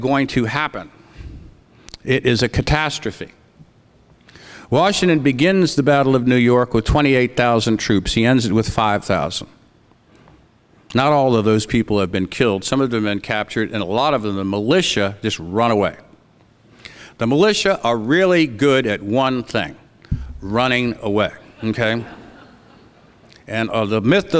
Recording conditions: live audience